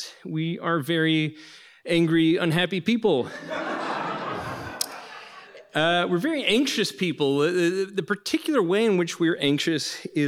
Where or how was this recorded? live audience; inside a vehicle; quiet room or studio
live audience